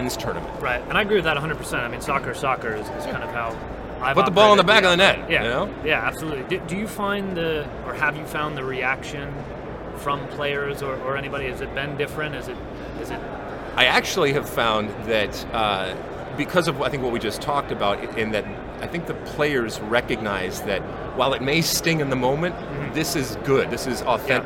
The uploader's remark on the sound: Live from the 2019 USC Convention